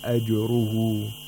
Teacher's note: Jim, whenever it's sakin, it's pronounced with qalqala.